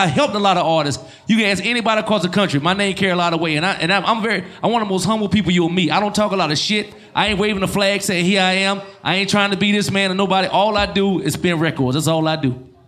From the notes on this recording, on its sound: Replay of the industry panel that went down at the 1st South Georgia Music Awards held in Waycorss, Ga at club Hush.